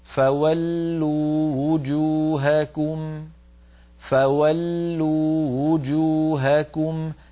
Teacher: 150 فولوا وجوهكم، فولوا آخرها واو ساكنة، وجوهكم أولها واو مضمومة، اجتمع هنا واو ساكنة وواو مضمومة، الواو المضمومة بمنزلة واوين لأنها مضمومة والضمة واو قصيرة · Term: الواوات المتتاليات